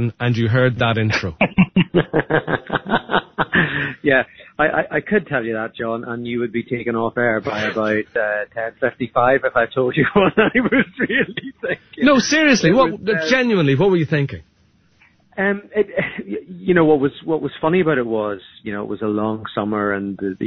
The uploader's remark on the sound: on the Phone-In